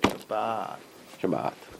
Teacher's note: The second syllable is a Kamatz. Kamatz is longer than Patach.